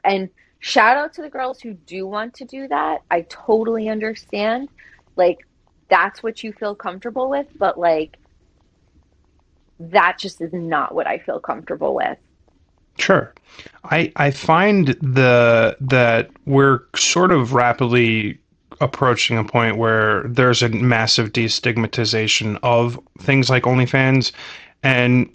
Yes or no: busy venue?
no